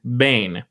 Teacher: when you say the word bane, there's not that extra air. There's not the H sound underneath it